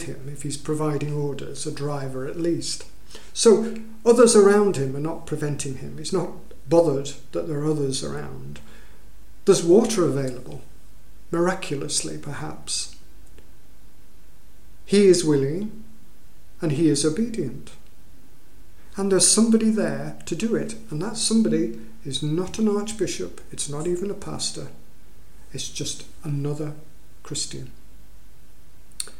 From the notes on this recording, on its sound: At King's Church, Cockermouth, as an audio file.